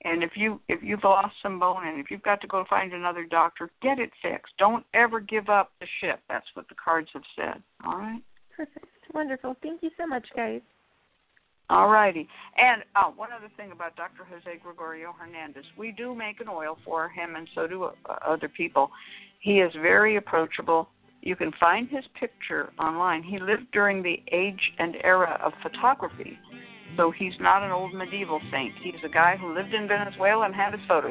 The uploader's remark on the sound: A real, live call-in show.